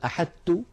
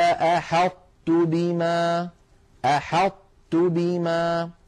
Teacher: فالعرب كانوا في مثل هذا الوضع يدغمون الطاء في التاء، لكنهم لا يدغمونها كلها، بل يبقى من الطاء صفة الإطباق ظاهرة · Shown in: second take · والإطباق كما مر معنا هو انحصار الصوت بين مقدمة اللسان ومؤخرته عندما يكون اللسان محاذيا لغار الحنك الأعلى، هذا الانحصار للصوت يعطي الحرف قوة واستعلاء وتفخيما.